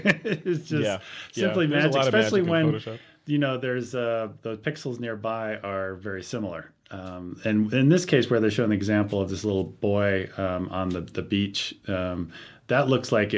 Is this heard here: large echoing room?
no